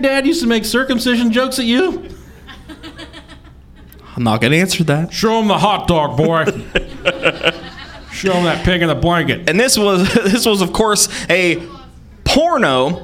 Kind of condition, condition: setting, live audience